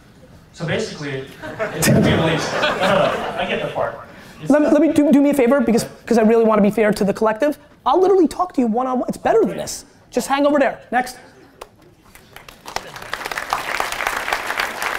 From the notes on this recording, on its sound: one of my all-time keynotes at South By Southwest in 2016